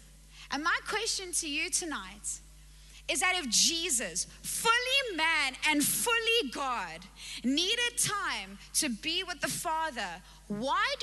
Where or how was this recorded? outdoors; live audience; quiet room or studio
live audience